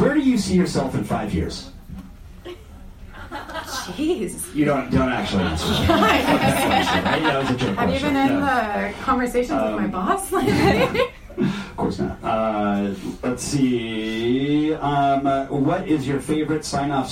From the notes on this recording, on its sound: LIVE: StreetWise Partners at Kramer's Books. It is live!